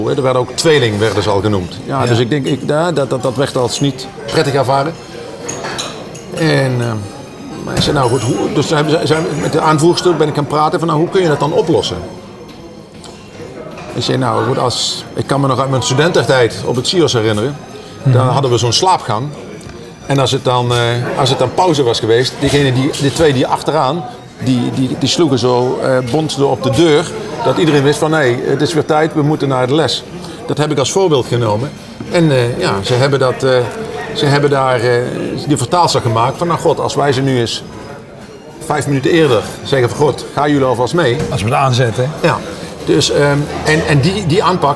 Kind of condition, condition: setting, busy venue